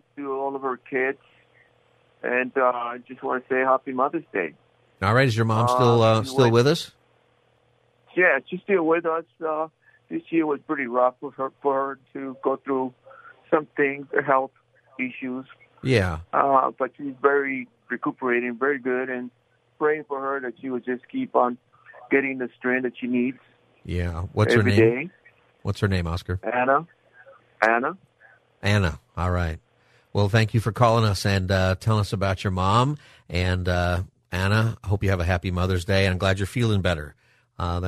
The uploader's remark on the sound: Takes calls from listeners who would like to give thanks to their moms for Mother's Day. Open Phone Friday where listeners can call in on any topic.